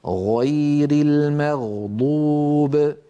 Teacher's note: فبين جذر اللسان والحنك اللحمي في هذا المكان الذي ترونه يخرج حرف الغين. ولاحظوا بأن المخرج لا ينقفل، لاحظوا بأن المخرج مفتوح.